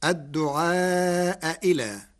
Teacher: قرأ ورش كلمتي الدعاء إلى بتسهيل الهمزة الثانية بين في لغة بعض العرب.